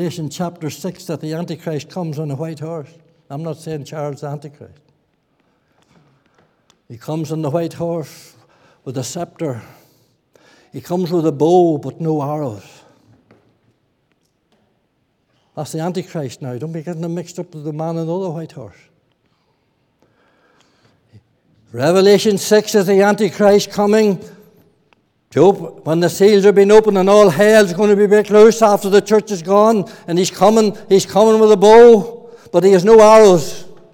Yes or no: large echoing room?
yes